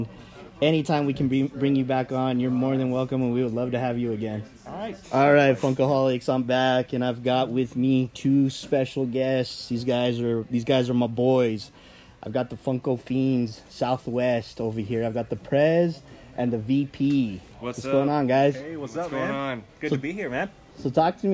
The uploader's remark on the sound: In today’s episode the guys were live at Lobo Comics